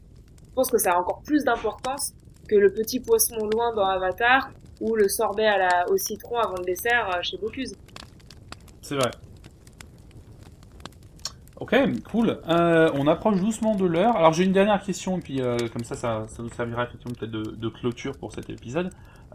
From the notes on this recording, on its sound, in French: La qualité du son sera peut-être inferieur a celle des épisodes précédents, toutes nos excuses pour la gêne occasionnée.